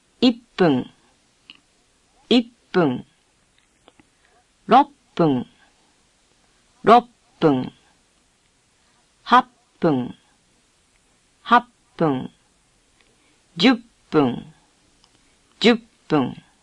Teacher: When double letters appear in a Japanese word, as in ippun, the sound is repeated. Think of double letters as having a hyphen between them and pronounce both letters distinctly.